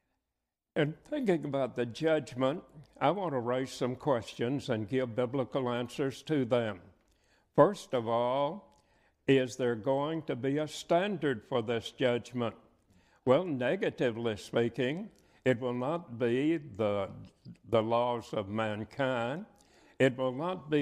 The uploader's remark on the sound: preaches at the 2022 Memphis School of Preaching Lectures.